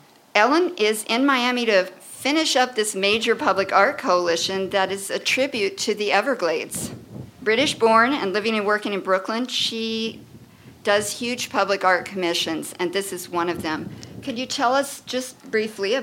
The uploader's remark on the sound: South Florida’s subtropical wilderness inspired us to stage a remote radio broadcast from the Everglades. We brought live and pre-recorded conversations with artists, scientists, rangers, educators and Miccosukee activists to a live audience on the porch of the Ernest F. Coe Visitor Center.